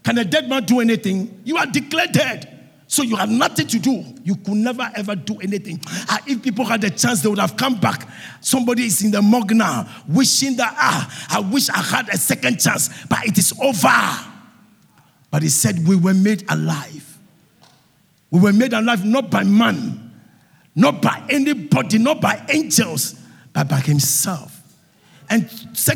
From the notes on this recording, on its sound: Sermon preached at CBC Shiashie Campus